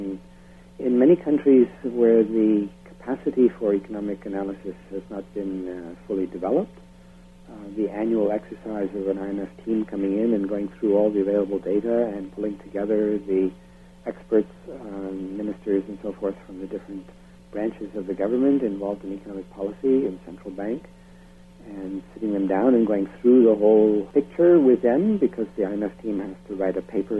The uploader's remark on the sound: I apologize for the poor quality of the recording. I was having difficulty with VFR's studio telos (the thingy that transfers the output of the soundboard to the telephone line). I had to have the microphone way up, which created a terrible hum and allowed background noise to filter into the interview.